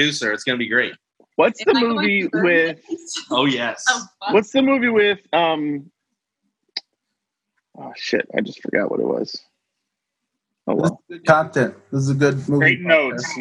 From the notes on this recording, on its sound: The audio quality of this episode may be lower than usual as it was recorded using Zoom.